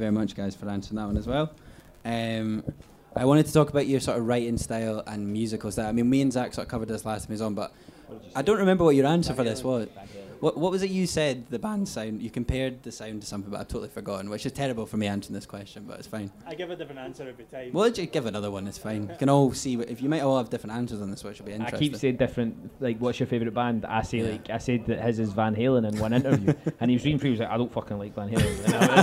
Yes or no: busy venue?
yes